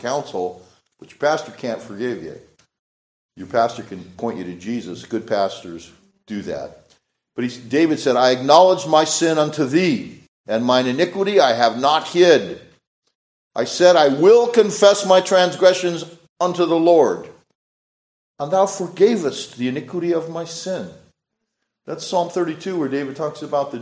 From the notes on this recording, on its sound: This sermon was preached at Richland Associate Reformed Presbyterian Church.